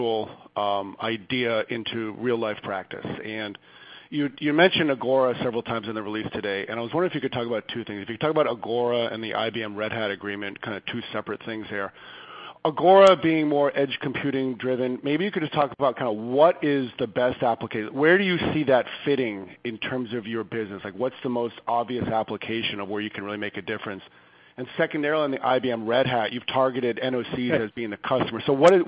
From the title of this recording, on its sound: Schlumberger Limited Q3 2020 Earnings Conference Call